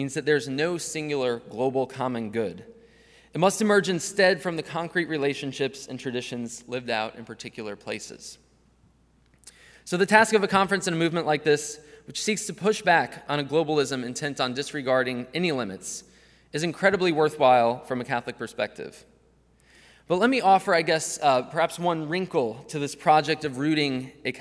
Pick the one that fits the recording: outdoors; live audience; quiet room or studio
live audience